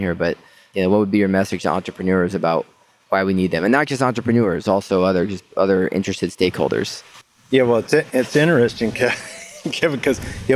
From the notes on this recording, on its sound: Thanks for joining our 16 part FRST Challenge Mini Series recorded at the competition!